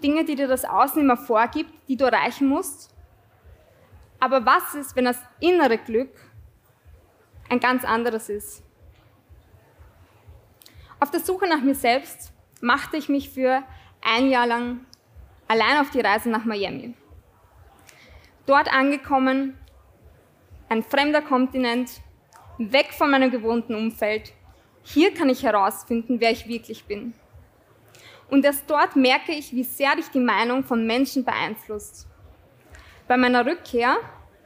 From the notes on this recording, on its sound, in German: Dieser Ausschnitt wurde live beim Greator Festival aufgezeichnet.